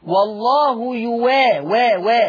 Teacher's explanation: ورش يبدل الهمزة واو مفتوحة